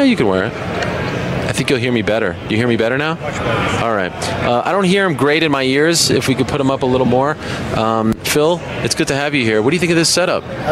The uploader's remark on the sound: On this special edition of The MMA Hour, live from Las Vegas, site of Mayweather vs.